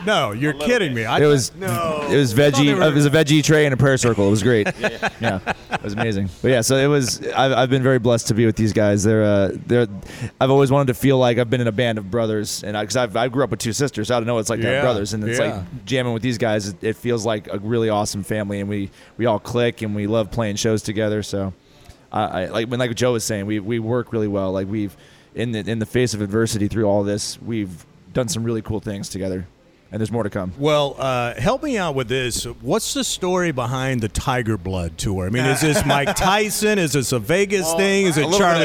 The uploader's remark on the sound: Left the studio and went on location for the Rock 30 Thanksgiving weekend special to Wise Guys in Round Rock, TX. Left the studio and went on location for the Rock 30 Thanksgiving weekend special to Wise Guys in Round Rock, TX.